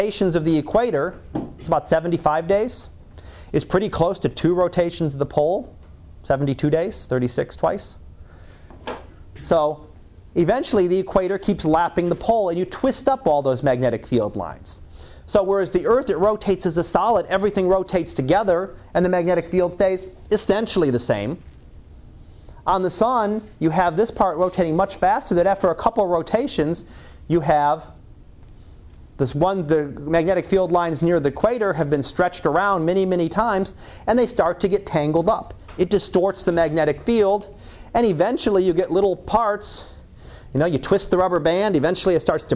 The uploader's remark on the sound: Live Class Lecture.